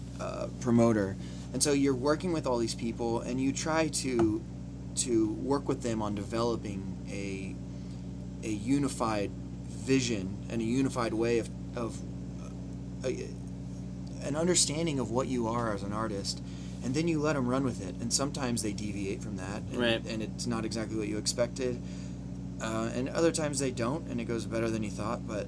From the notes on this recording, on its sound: Sorry for the engine hum. Just sitting on the bus and listening to them weave their stories and songs together.